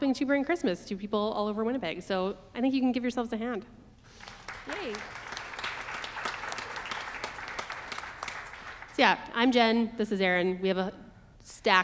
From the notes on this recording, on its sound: Recorded in front of a live audience at the West End Cultural Centre in Winnipeg.